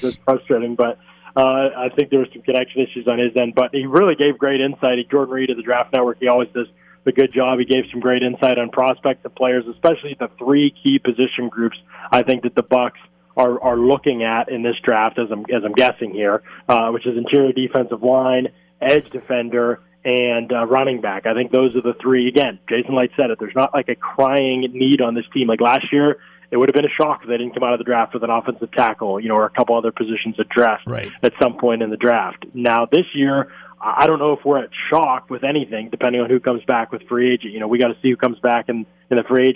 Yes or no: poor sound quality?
no